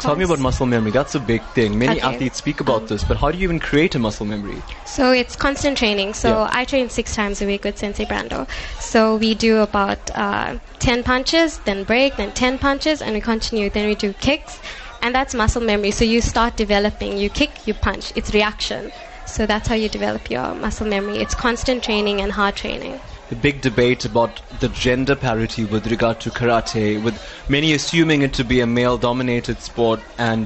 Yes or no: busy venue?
yes